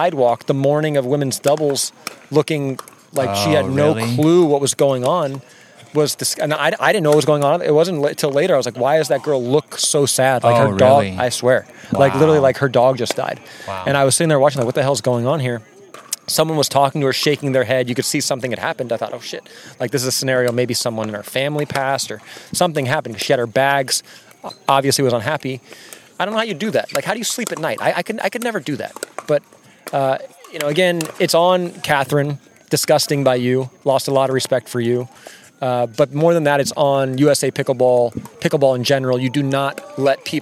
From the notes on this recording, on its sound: On location at Crescent Lake Park in beautiful St. Petersburg, FL.